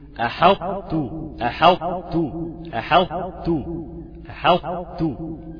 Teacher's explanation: خد بالك إن الكلمة دي صعبة شوية، محتاجة انك تركز، هتجيب لي استطالة حرف الطاء، هتجيب لي تفخيم حرف الطاء، وهتجيب لي ترقيقي التاء، شفت بقى، وهتقفل على التاء بهمسيها، هتقول احطو احطو احطو احطو. · Term: ادغاما ناقصا